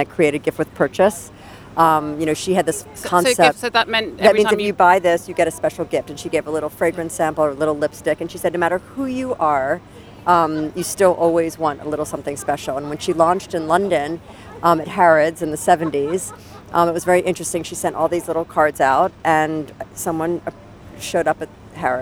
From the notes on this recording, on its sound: Recorded at Frieze New York